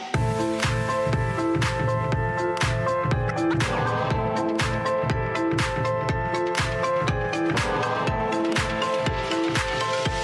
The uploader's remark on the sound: With members of her rehab team and a reporter from the Boston Globe in the room. Took to the stage at Johnny D's Uptown Restaurant and Lounge in Somerville. The featured singer on the bill for Chick Singer Night.